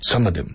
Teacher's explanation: No cierran la boca con some. No dicen nunca, casi nunca, some of them, cerrando la boca, y les cuesta, some of them.